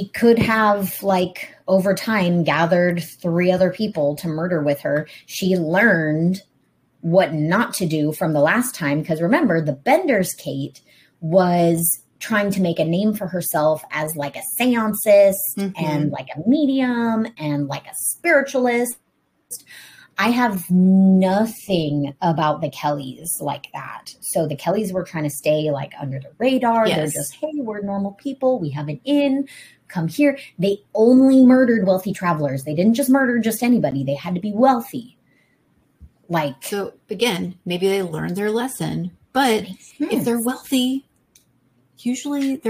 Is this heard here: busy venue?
no